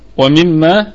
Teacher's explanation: طيب الميم الأولى متحركة فهي في الدرجة الخامسة من درجات الغنة يعني في أقل درجات الغنة. والميم الثانية مشددة مدغمة في أعلى درجات الغنة وفيها مد طبيعي وصلا ووقفا.